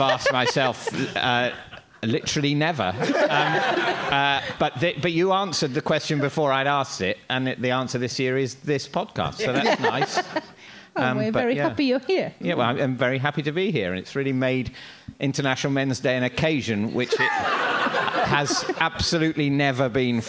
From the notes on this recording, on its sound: This gigcast is from our one gig of the year. This episode was recorded in front of a live audience at Leicester Square Theatre in November.